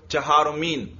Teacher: تو یہ چہارم چوتھے نمبر پر، تو اس کو چہارم، توجہ ہے، اس کو چہارم بھی پڑھتے ہیں، اور چہارمی نون کا غنہ ہے، یا نون ہی پڑھ لو